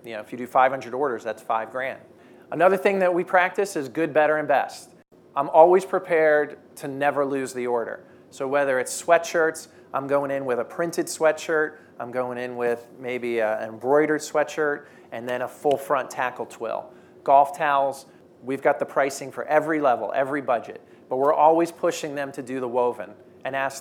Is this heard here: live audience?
yes